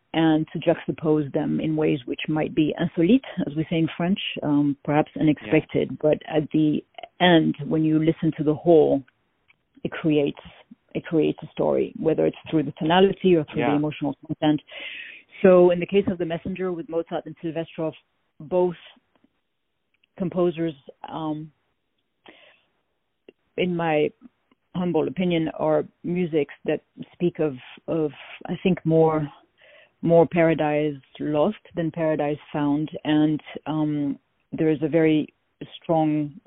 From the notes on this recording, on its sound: On the phone